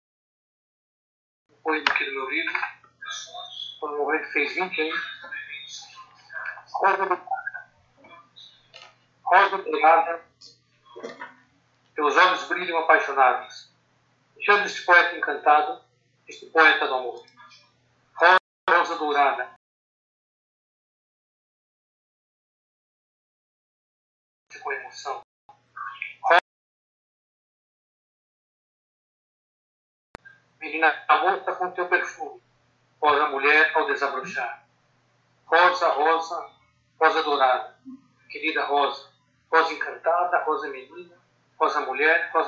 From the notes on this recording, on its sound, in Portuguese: terceira live entrevista, realizada quinta-feira 30/04/2020